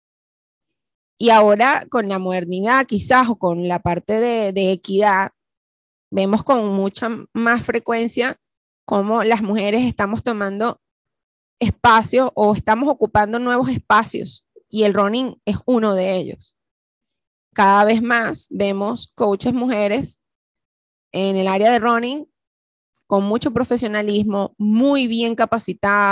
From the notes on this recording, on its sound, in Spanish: ZOOM PARTY CUMPLEAÑOS 2021. Q&A live.